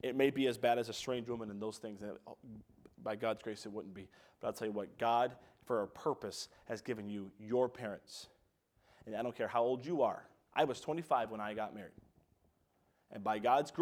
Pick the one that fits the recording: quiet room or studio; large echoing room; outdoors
large echoing room